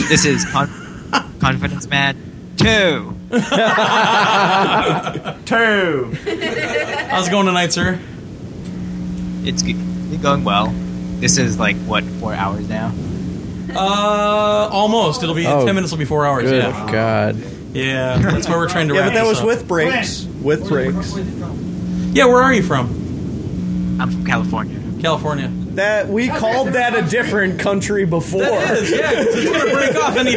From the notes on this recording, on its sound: Audio from our Live show.